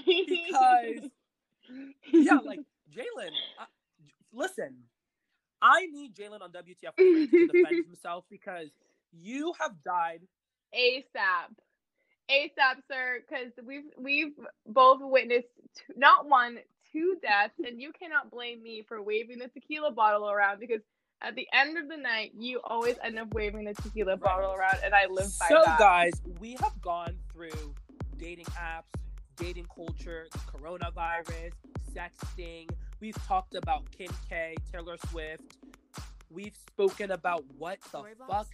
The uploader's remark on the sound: this weeks episode was recorded virtually due to the virus outbreak, so sorry about the delayed audio and some of the glitching